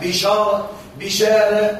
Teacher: فلك أن تميل فتحة الراء الأولى